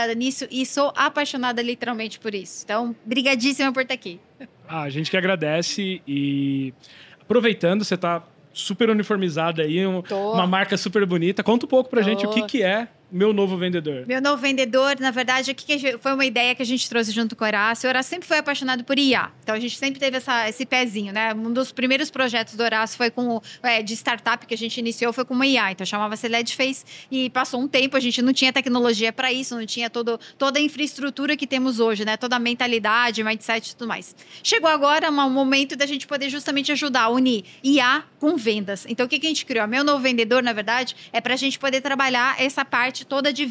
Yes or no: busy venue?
yes